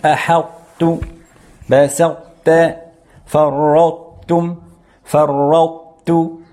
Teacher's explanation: لأن الحرف القوي لا يدخل في الضعيف بكليته، يعني حرف الطاء قوي أقوى من التاء، الطاء من حروف الاستعلاء خص ضغط انقض والتاء ضعيفة، فالعرب كانت تدغم الطاء ساكنة في التاء لكن مع بقاء أو مع إبقاء صفة الإطباق منها · Term: إدغام ناقص